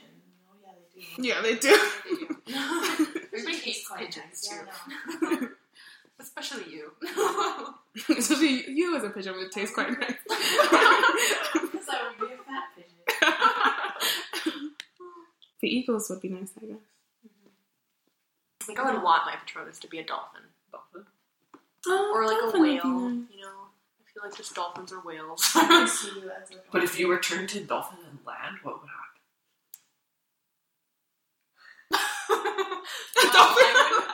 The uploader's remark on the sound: we had a lot of people on one mic